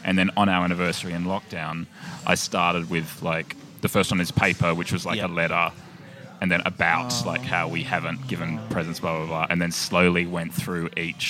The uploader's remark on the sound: Recorded at Comedy Republic. Live and unedited with the who's who of comedy. Recorded at Comedy Republic.